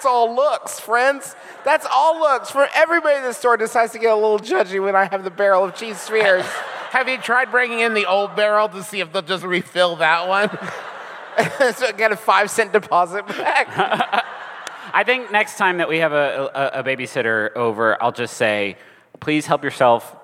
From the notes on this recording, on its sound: Enjoy our recent live show from New Orleans!